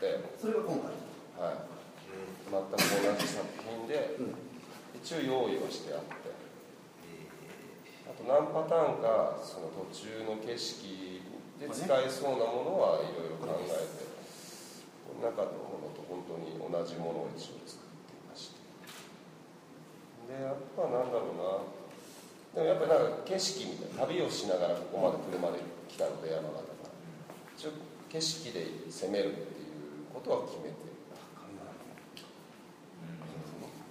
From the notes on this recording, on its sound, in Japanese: 会場：金沢美術工芸大学 展示室。第7回AGAIN-ST「OUTBOUNDー彫刻シンポジウム外伝」のトークイベントの録音です。